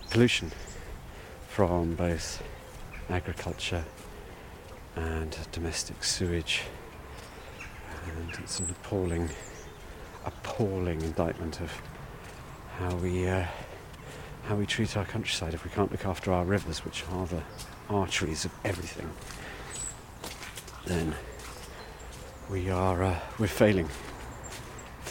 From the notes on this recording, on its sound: Wildlife ramble along the River Usk. It's early January and the river is high – but the wildlife is stirring on this magical Welsh waterway including a special guest right at the beginning of the recording…